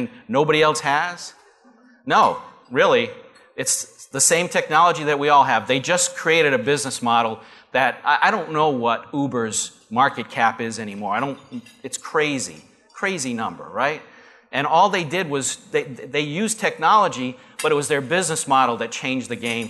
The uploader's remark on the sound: Live Broadcast at the The IPBC IGNITE Conference.